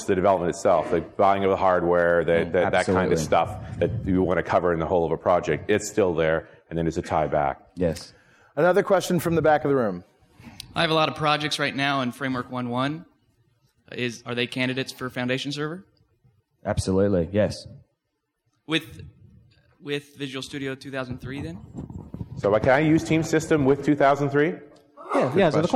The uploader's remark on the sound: Live at Tech Ed! Come at you live from Tech Ed Orlando.